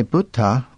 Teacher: The general way of making a past participle in Sanskrit is to add ta, like the English ed in showed or t in built. Since to say Buddha would be non-euphonic, the T is voiced to become a D.